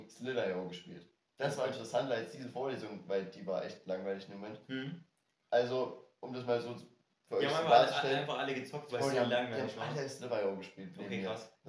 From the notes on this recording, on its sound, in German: hatte deshalb keinen guten Klang, deshalb haben wir auf den einfachen Handyton zurückgegriffen.